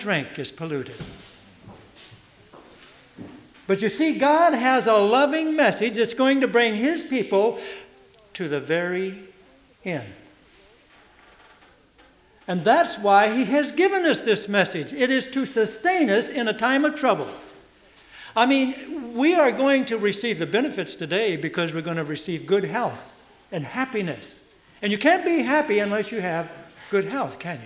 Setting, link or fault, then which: setting, large echoing room